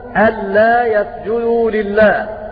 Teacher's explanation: على معنى هذه الكلمة أن لا، فأدغمت النون في اللام فيقرؤون ألا يسجدوا لله، فإذا وقفوا يقفون هكذا ألا، ويبدأون بالفعل المضارع يسجدوا لله.